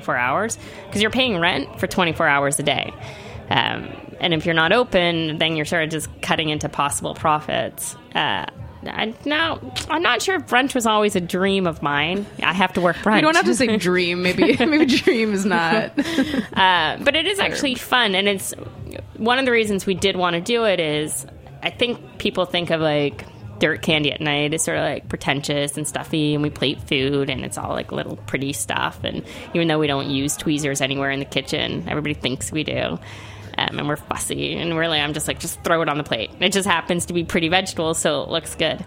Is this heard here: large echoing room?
no